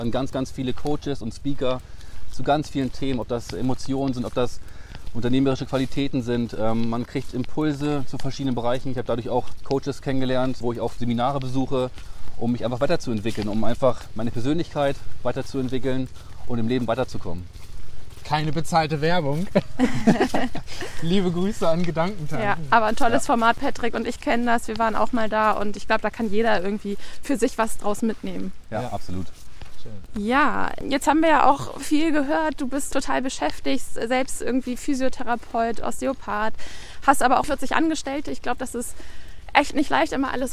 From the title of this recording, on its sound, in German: Auf einen Spaziergang